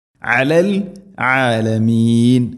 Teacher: ആയിനിൻ്റെ ഉച്ചാരണം തൊണ്ടയുടെ മധ്യഭാഗം ശ്രദ്ധിക്കണം